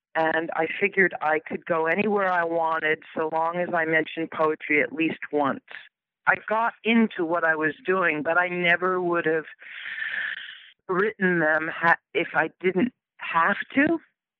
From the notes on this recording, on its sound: conversation by telephone